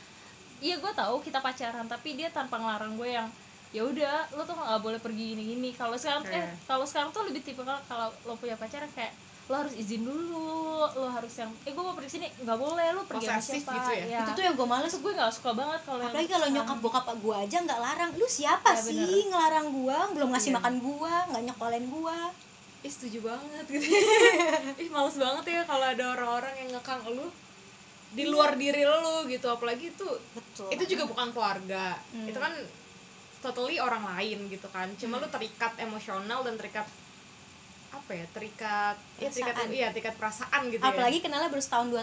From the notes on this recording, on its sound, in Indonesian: Kalo kalian denger noise itu suara kipas angin ya, kita ga buat podcast ditengah badai kok.